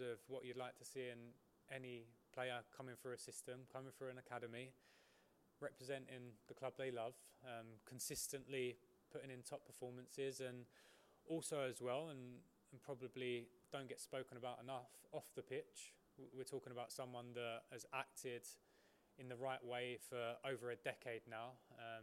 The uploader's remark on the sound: PRESS CONFERENCE